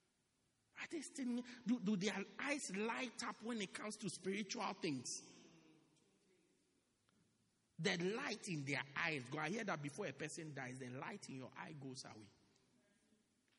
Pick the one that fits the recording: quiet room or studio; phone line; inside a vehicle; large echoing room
large echoing room